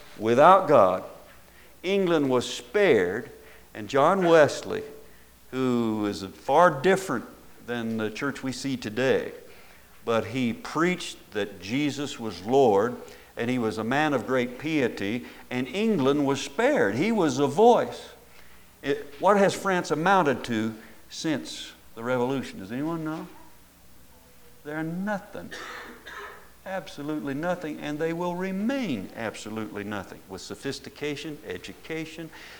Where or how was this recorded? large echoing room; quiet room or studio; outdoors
large echoing room